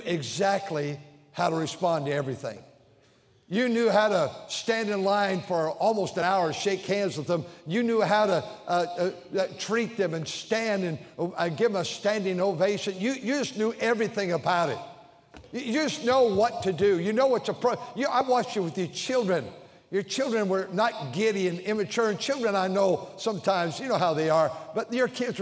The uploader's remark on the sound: During the Sunday Evening service on April 9, 2023, at North Valley Baptist Church in Santa Clara, California.